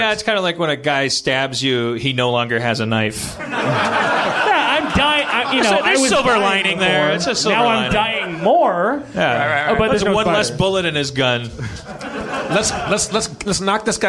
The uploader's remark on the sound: The room is packed with Communicon fans